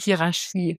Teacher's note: im Sächsischen spricht man ja an vielen Stellen ein SCH, wo man im Hochdeutschen ein CH spricht. Und das rutscht mir dann trotzdem manchmal raus.